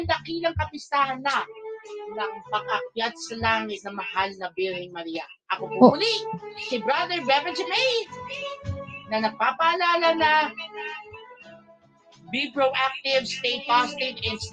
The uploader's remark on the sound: Recorded via StreamYard